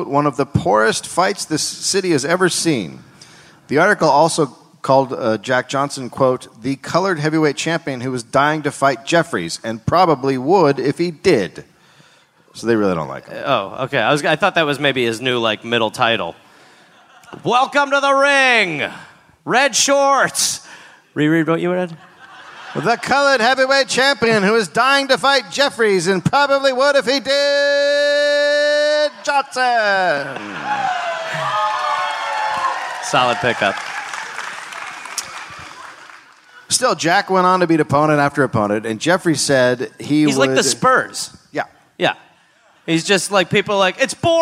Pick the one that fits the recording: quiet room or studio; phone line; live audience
live audience